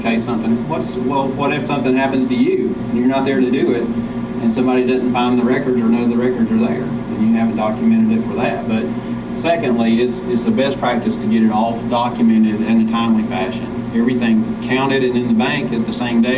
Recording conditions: poor sound quality